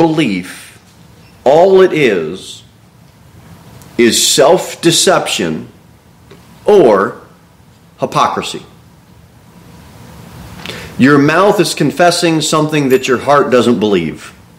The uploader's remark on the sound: Sermon delivered at Pilgrim Baptist Church on Sunday, September 24, 2023, at 2-15 pm.